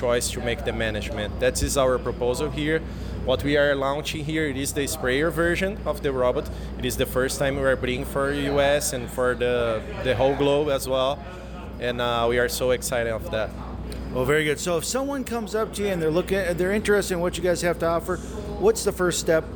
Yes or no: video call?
no